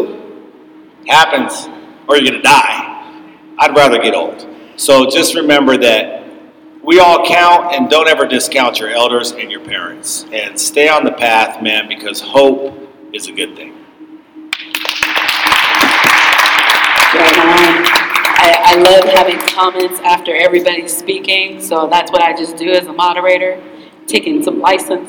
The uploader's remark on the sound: The following is a recording of a panel titled Grit City Stories: The Untold Tales of Tacoma.